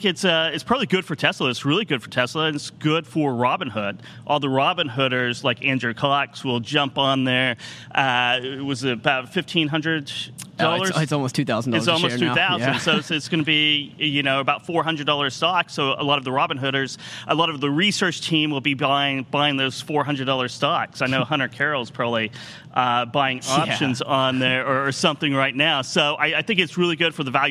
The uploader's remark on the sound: Live from the FreightWaves Carrier Summit